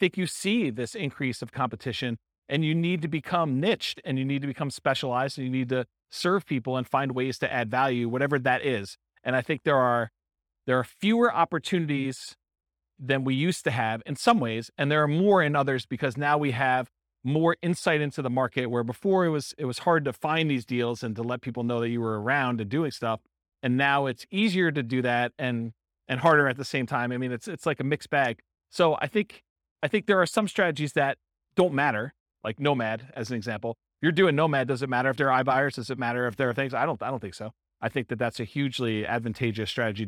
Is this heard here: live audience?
yes